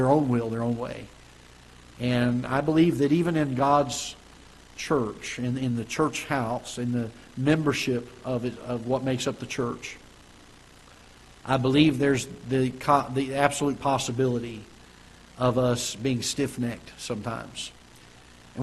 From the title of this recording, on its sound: Ketha Heights Baptist Church ~ Live Broadcast